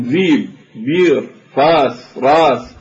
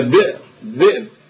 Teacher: الحجازيون يلينون فيقولون ذيب، بير، فاس، راس، بينما التميميون ينبرون، يهمزون يعني، فيقولون بئر، ذئب · Term: التهميز